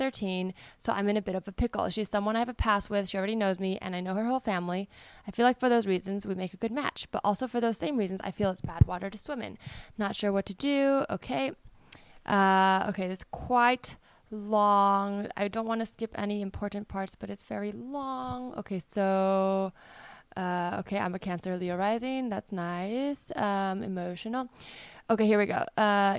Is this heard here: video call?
no